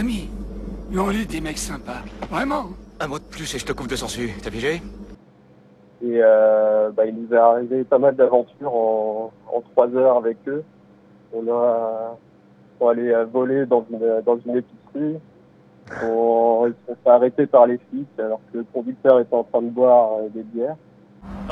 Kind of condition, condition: link, phone line